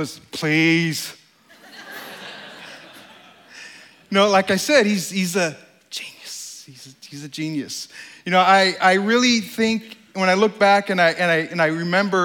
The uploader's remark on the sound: This talk at STORY 2016. This talk was given on stage at the Country Music Hall of Fame in Nashville, TN.